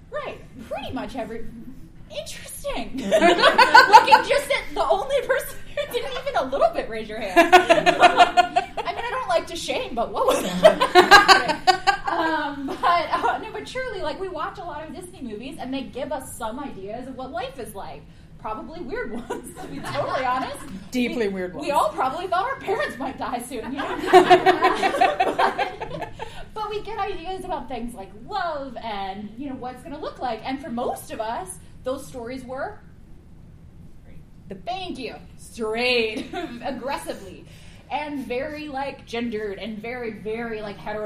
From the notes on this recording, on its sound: Flame Con 2023 Panel.